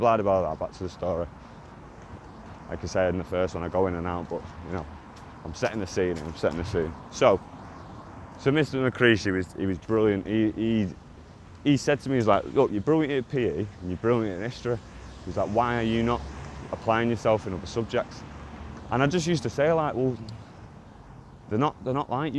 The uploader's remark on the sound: I was walking to work and decided to press record apologises with the sound but stick with it.